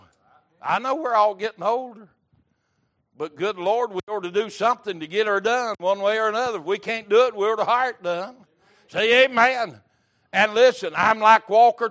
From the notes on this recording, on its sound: Recorded May 17, 2023 - Wednesday Evening Service